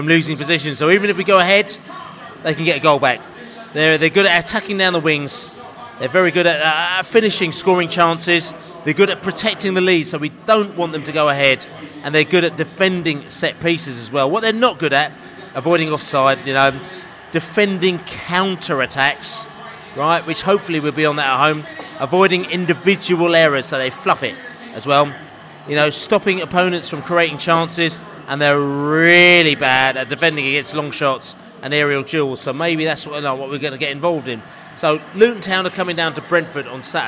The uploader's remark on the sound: podcast from the pub